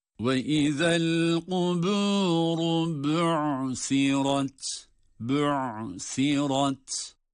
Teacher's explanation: Ayn harfi boğazın ortasından çıkarılacak ve ayından sonra da yine peltek harflerden olan sa harfi yer almakta.